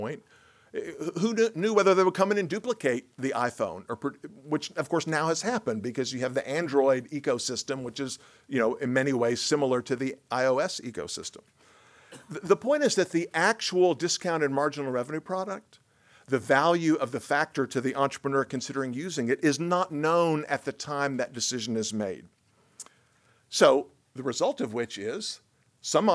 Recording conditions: large echoing room